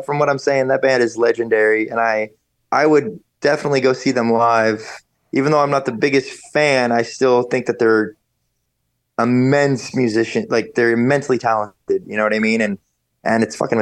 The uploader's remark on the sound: zoomed in to talk about